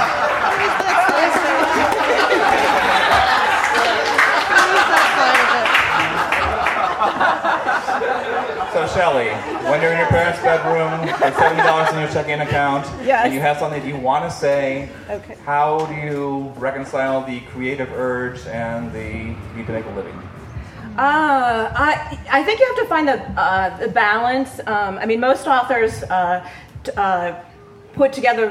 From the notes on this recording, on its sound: I made this recording with my Olympus LS-10. The quality is not terrific since the gathering was in an outdoor tent, the recorder was simply sitting on the table where the panelists were seated, and some of speakers from the audience did not use the microphones. The bagpipe clips at the beginning are from an early-morning warm-up outside of Lowry Center, and the start of the reunion parade of classes.